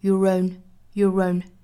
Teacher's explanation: Your 跟后面的 own 之间做连读